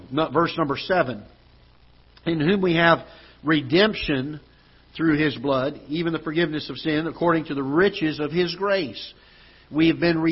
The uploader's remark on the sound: Ketha Heights Baptist Church ~ Live Broadcast